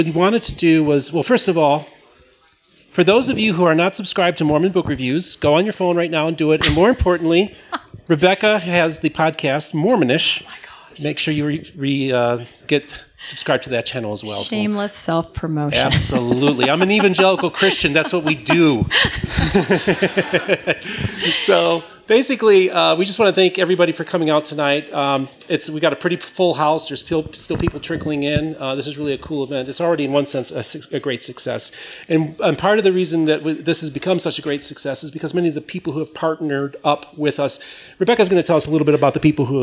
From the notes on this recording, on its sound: The podcast is the recorded pre-show and Q&A.